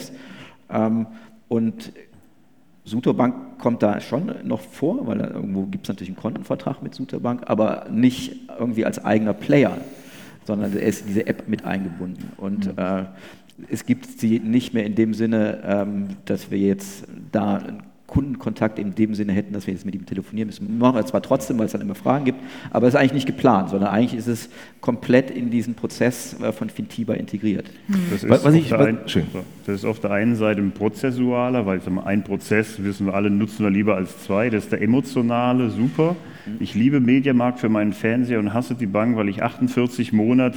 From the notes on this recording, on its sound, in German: Panel-Diskussion von der #BEX18 Banking Exchange Konferenz